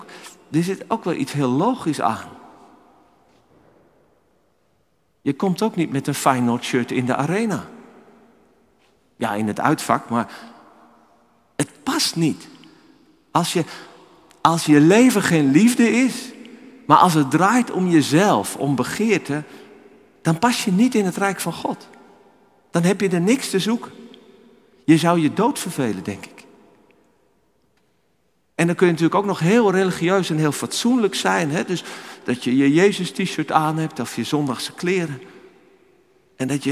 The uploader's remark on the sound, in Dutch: Opgenomen in de Noorderkerk te Amsterdam